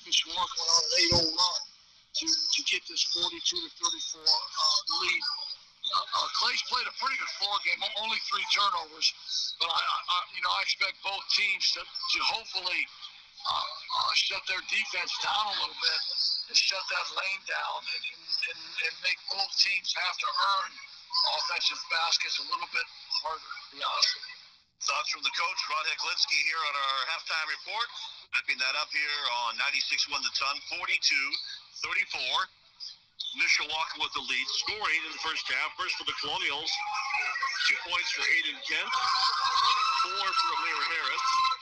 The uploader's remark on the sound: we apologize for the technical difficulties